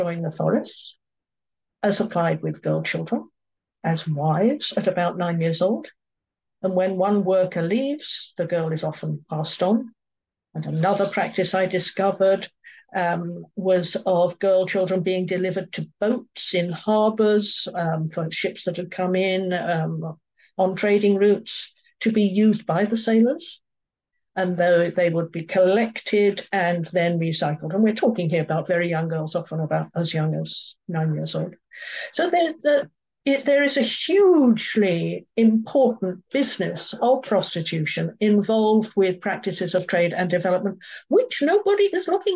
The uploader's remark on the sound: A live webinar